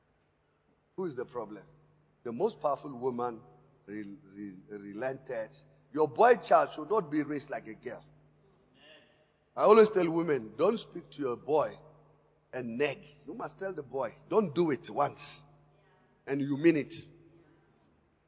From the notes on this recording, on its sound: Preached at Emmanuel Christian Church, Arcadia Campus On the 07th of September 2018.